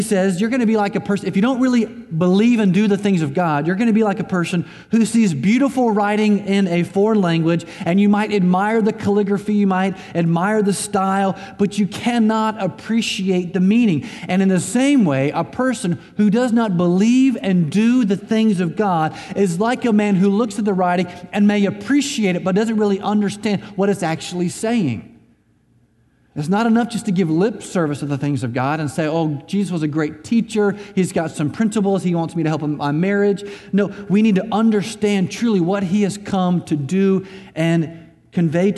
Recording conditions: large echoing room